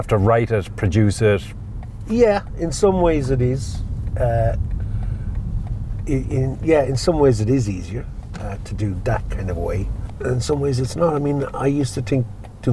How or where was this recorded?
inside a vehicle